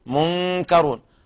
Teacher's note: طرف اللسان لا يذهب إلى مخرج النون · الكاف بعيدة من النون، فيكون النطق قريب يميل إلى الإظهار قليلا